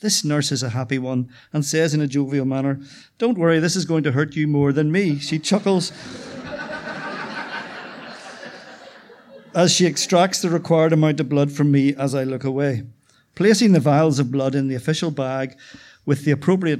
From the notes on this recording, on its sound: The November Black Box event was hale & hearty. Tenx9 is a live storytelling event where nine people have up to ten minutes each to tell a true story from their own life on a particular theme. It began in Belfast in 2011 in the Black Box.